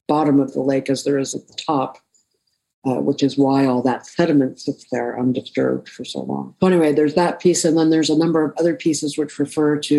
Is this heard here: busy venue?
no